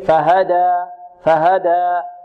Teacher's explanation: نمد الألف بمقدار حركتين، فهدى فهدى، لا نقف عليها بهمزة، لا نقول فهدى وإنما فهدى، كذلك غير ممالة أو مقللة، لا نقول فهدى هدى، لا فهدى فهدى.